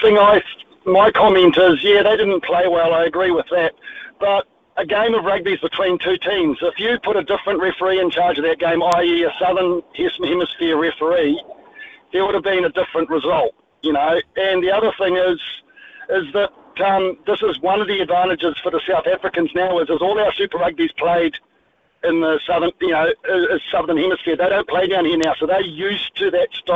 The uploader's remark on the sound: hits the phone and text lines to get the listeners opinions